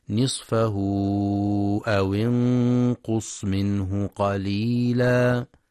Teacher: ينتبه القارئ لمد الصلة الكبرى، يمد بمقدار 4 أو 5 حركات في رواية حفص من طريق الشاطبية.